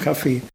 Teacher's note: Das Wort Kaffee spricht er selbstverständlich mit Betonung auf dem zweiten Vokal aus.